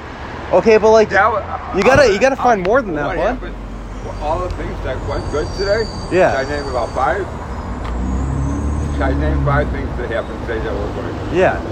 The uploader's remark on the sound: Winter in Chicago. Was waiting for friends outside a dive bar in my neighborhood & struck up convo with this very drunk dude on the street.